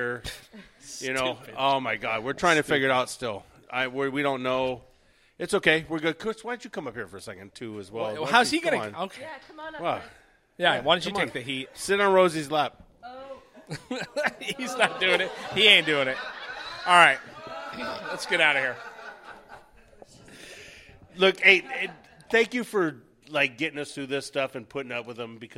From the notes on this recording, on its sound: was recorded live in front of an audience